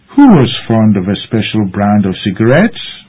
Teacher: Note also the rising intonation at the end of the sentence.